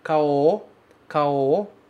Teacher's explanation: Na frase rápida, pronunciada rapidamente, esses os vão ficar como se fosse um só um pouco mais longo.